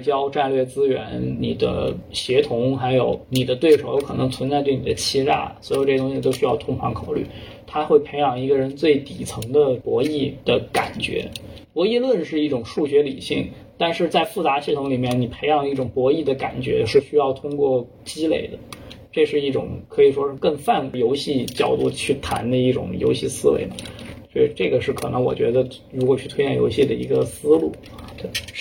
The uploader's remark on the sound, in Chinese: 由于音质不慎受损，本期音频或存在部分噪音，敬请见谅